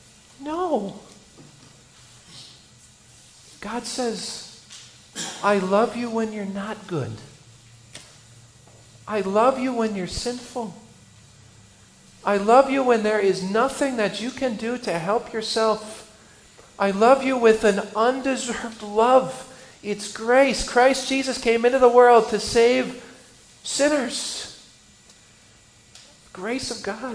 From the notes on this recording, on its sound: I preached for the funeral of a dear Christian man from our congregation.